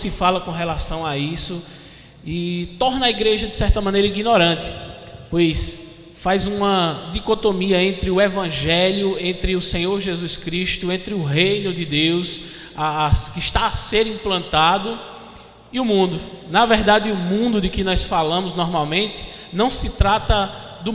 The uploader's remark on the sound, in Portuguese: Debate. Além da participação do público presente.